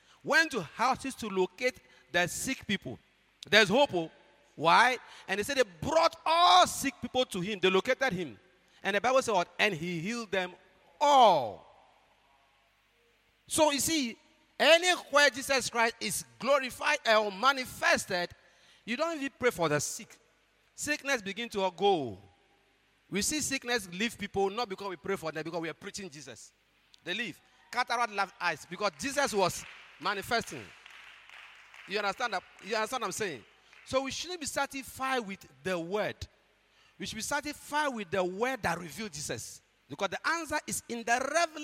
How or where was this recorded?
large echoing room